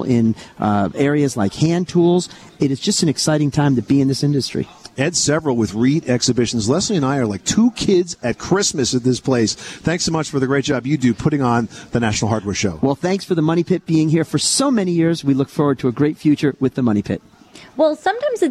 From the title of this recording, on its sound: We are coming to you from The National Hardware Show in Las Vegas